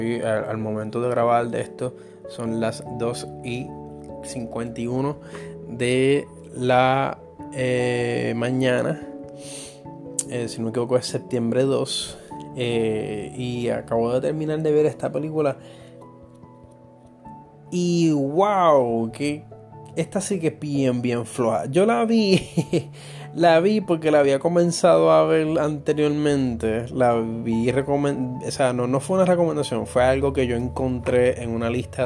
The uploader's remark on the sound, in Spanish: Este es el primer episodio grabado directo desde el mobil utilizando todas las herramientas de edición de la aplicación Anchor.